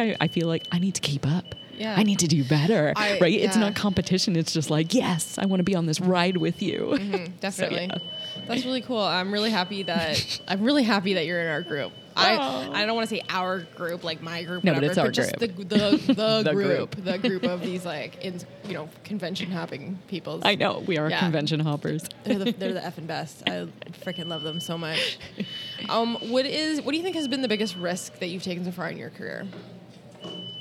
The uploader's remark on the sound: Live (sort of) from Photo Plus Expo in NYC at the Javits Center.